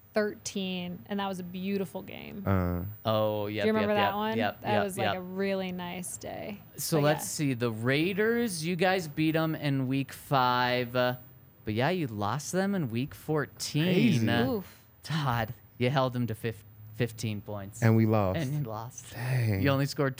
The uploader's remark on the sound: coming to you LIVE from the DNVR Bar